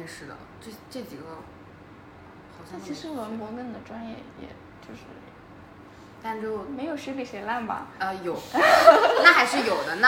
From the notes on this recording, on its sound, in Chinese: 第一期录制和剪辑都很粗糙